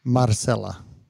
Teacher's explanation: Just one roll of the R. · Term: rolling R